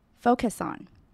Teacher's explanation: I focus.Focus 这个字常常会有人把 C 的音念得太重而显得不自然，尤其在这里 Focus 后面紧接了一个 on，所以要注意要念成 focuson，字尾的 US 是短而急促的 us 的音，然后顺势跟 on 连起来就变成 focuson